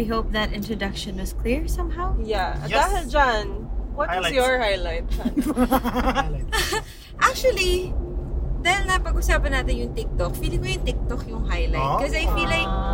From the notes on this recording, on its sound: it’s our first time to record inside the car - roadtrip style!